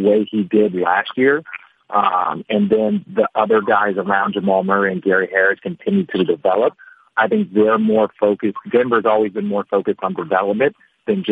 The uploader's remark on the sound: NBA On Christmas Conference Call